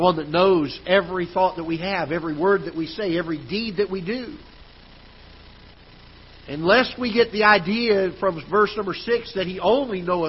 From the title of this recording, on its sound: Ketha Heights Baptist Church ~ Live Broadcast